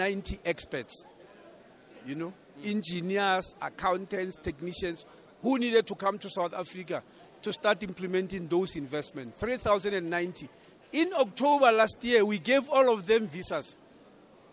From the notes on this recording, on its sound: Speaking on the Sidelines of the 5th South Africa Investment Conference at the Sandton Convention Centre